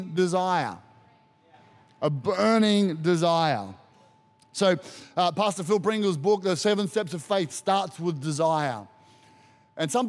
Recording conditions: live audience